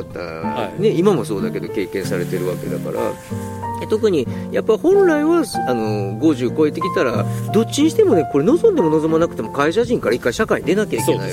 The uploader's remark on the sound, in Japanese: 富士山をバッグに３人対談